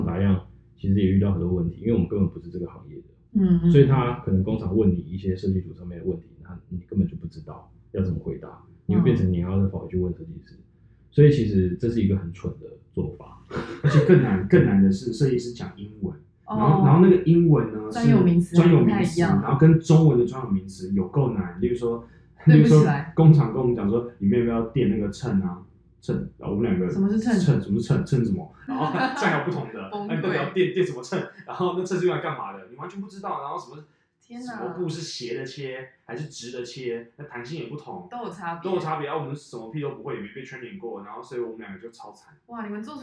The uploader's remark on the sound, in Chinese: 本集因為設備問題音質較不清楚